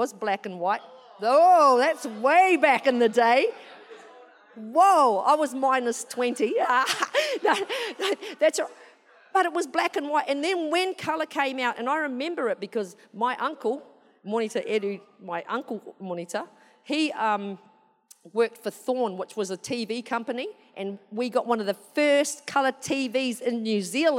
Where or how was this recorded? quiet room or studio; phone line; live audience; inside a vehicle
live audience